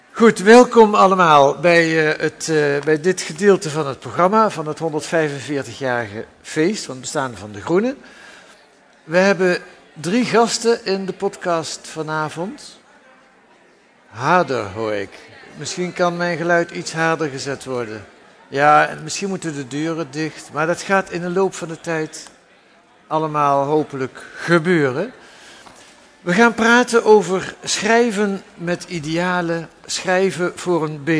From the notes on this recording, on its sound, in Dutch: In deze podcast, opgenomen tijdens het lustrumfeest van het blad.